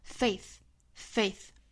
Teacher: 最后的 faith, th 清辅音咬舌